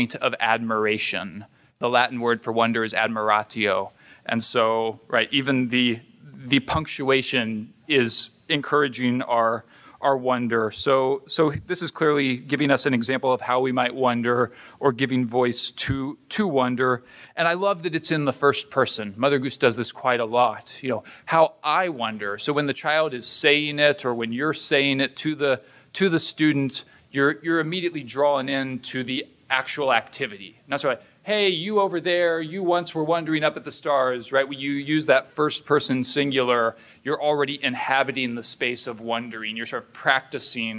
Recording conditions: live audience